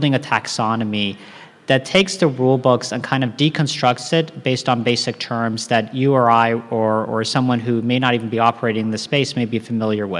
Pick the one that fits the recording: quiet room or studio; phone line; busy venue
busy venue